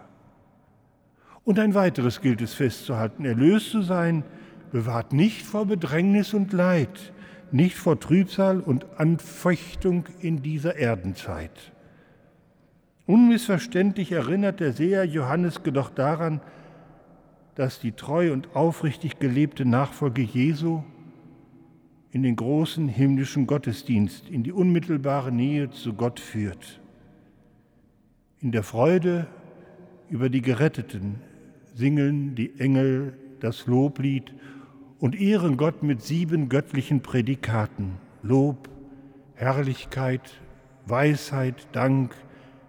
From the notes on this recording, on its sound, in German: im Hildesheimer Dom